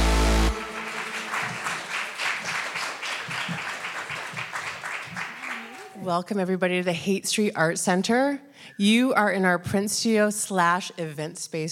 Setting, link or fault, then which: setting, live audience